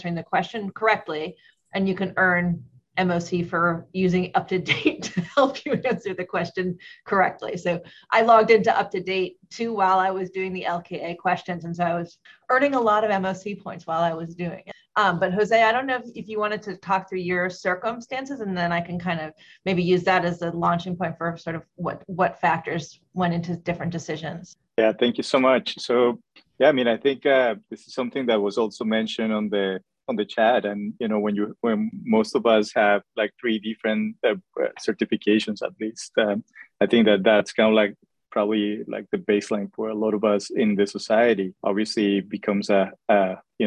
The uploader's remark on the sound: In this Allergy, Immunology, and Inflammation Assembly podcast, we share a recording of the webinar.